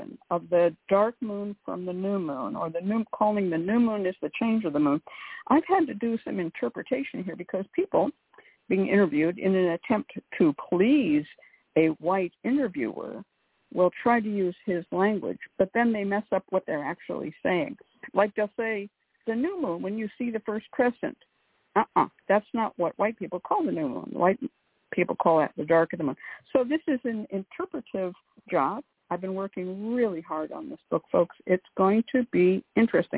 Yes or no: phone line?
yes